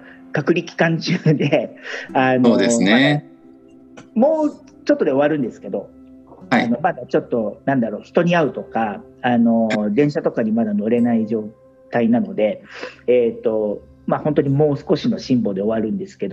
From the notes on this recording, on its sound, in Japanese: コラボ収録。はじめてのweb対話収録！